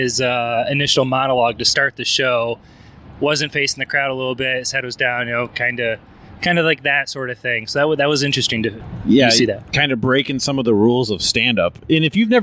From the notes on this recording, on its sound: Meat Eater Live Post Show Podcast. In metro Detroit. This was recorded while driving down the road so the sound may be a little bit different than our normal shows.